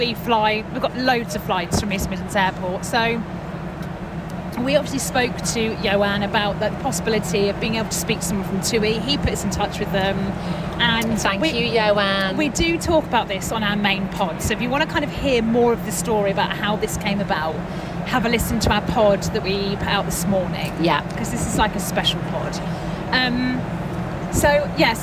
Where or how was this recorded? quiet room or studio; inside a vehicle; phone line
inside a vehicle